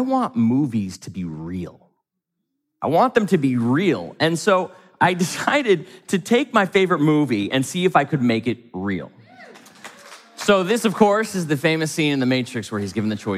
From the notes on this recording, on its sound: From the stage of Mindvalley’s A-Fest.